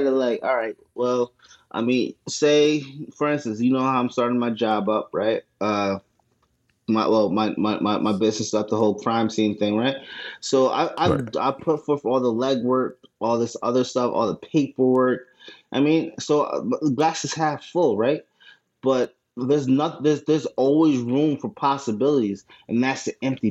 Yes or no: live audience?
no